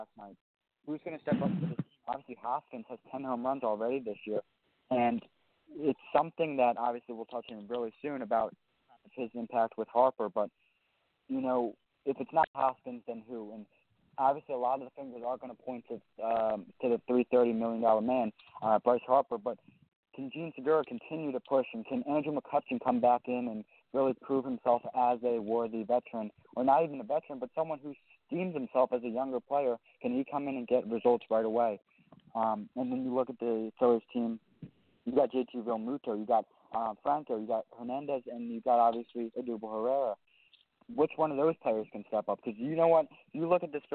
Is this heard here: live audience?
no